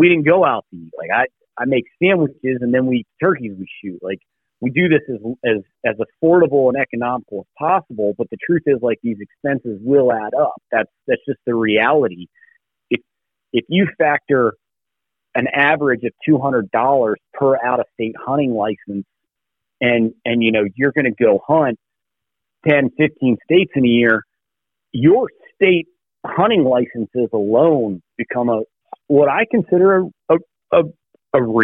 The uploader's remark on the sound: hops on the phone